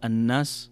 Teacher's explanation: تقرأ الناس بغنة بمقدار حركتين